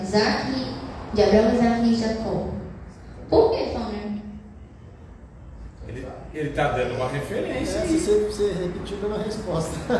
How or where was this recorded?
large echoing room